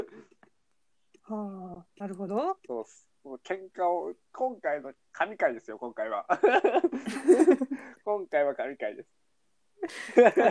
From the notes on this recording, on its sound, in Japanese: 真夜中に独り、人生の不条理を噛み締める。様々な理由でお聞き苦しい点が多いかと思われますが。